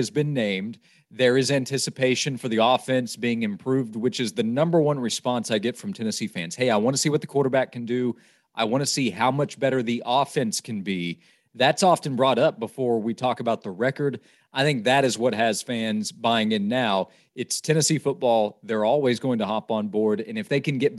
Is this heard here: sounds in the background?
no